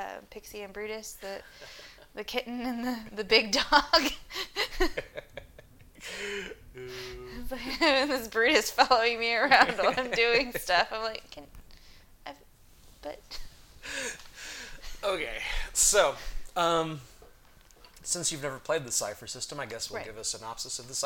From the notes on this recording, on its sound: We had a little bit of background noises that were difficult to edit out do apologize.